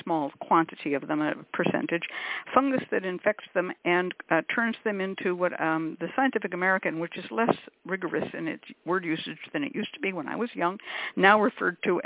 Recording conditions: phone line